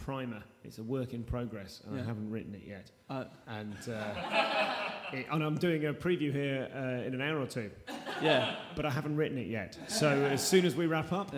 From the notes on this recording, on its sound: The first EVER live recorded episode of The Comedian's Tea Party.